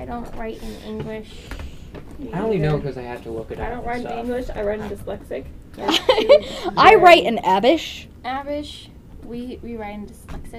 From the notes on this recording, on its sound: (Headphone Warning). Keep your headphones off, or very quiet, for this episode. Something happened to our recorders.